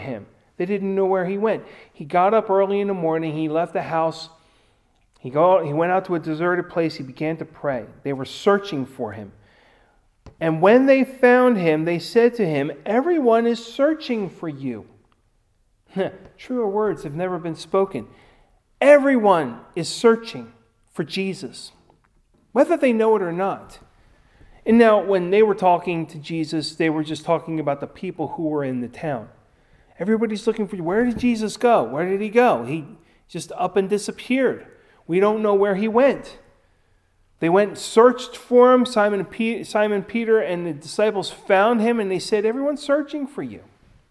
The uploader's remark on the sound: Recorded at Ebenezer UMC